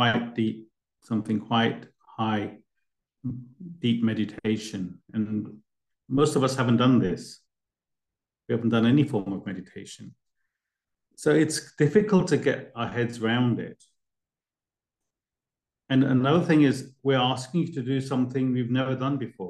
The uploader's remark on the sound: A live recording of a Bhagavad Gita class given virtually on the 15th of October 2023.